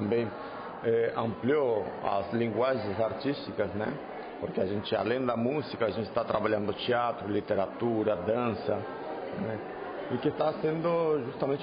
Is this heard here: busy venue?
yes